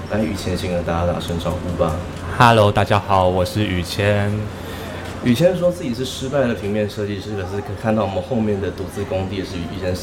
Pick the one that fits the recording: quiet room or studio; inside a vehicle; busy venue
busy venue